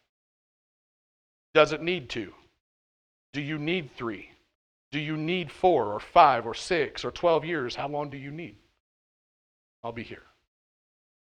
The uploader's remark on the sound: at The Well, an SBC and Converge Heartland Church in Hastings, NE.